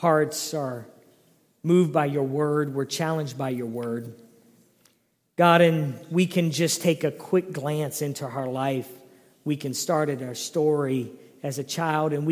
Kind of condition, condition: setting, large echoing room